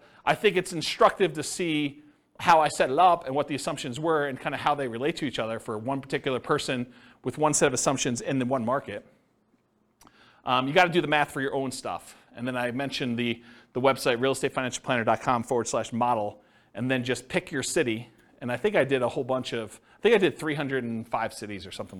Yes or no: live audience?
yes